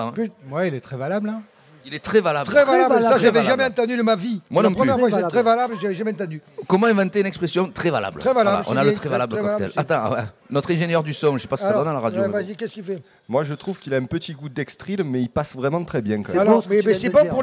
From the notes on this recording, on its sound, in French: 2h en direct des Grandes Tables